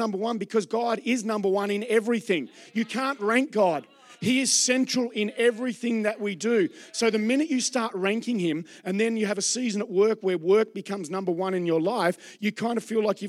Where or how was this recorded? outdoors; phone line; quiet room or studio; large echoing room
large echoing room